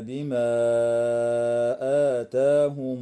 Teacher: وتمد الألف قبل الهمزة في قوله تعالى بما آتاهم من قبيل المد المنفصل . أما الألف التي بعد الهمزة في كلمة آتاهم فتمد بمقدار